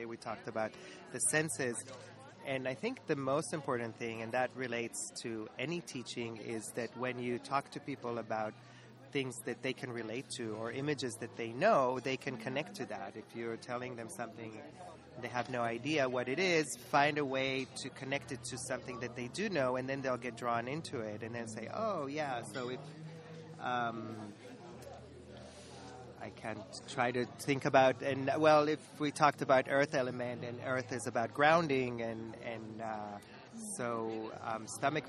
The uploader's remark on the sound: Interviews from ImPulsTanz – Vienna International Dance Festival